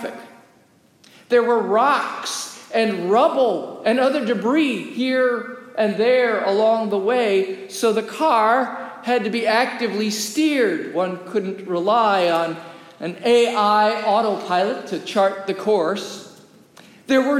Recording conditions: large echoing room